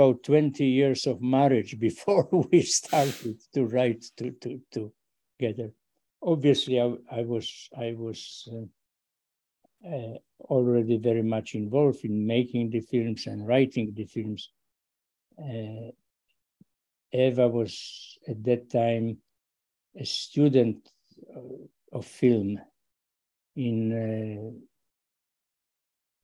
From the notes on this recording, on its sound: Over Zoom. Wasn’t able to attend this year’s festival in person.